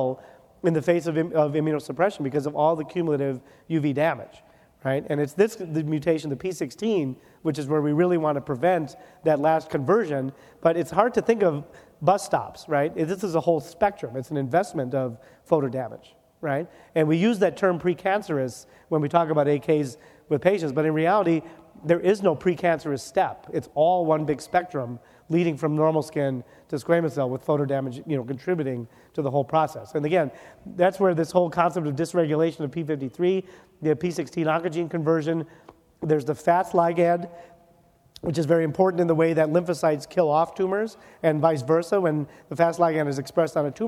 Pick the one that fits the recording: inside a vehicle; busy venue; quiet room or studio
busy venue